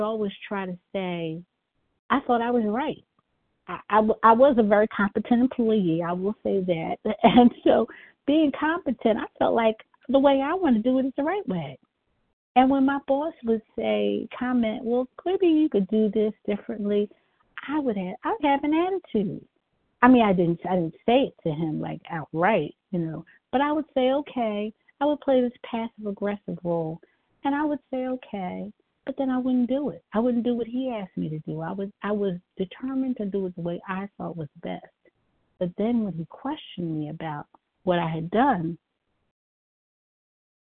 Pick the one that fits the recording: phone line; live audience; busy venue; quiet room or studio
phone line